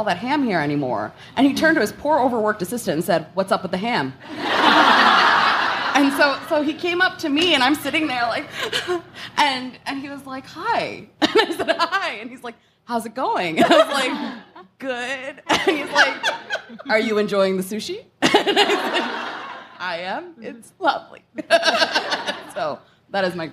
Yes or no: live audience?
yes